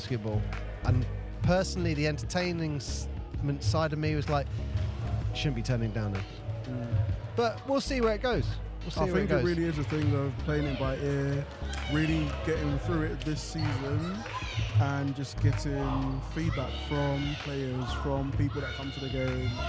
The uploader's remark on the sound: Live Basketball from Ravelin Sports Centre. We visit a live basketball match that wasn't to be...what could go wrong!